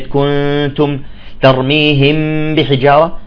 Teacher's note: غنة كاملة وهي في النون والميم المخفاتين